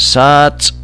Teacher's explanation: It's got explosive t at the end.